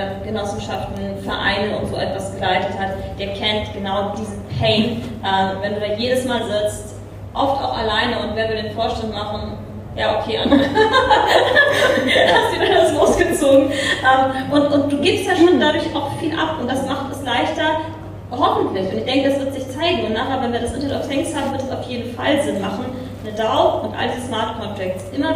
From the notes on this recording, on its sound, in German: Panel zu "NFTs, mehr als Kunst" während SOLUTIONS Hamburg. Ein weiterer Mitschnitt von der SOLUTIONS in Hamburg.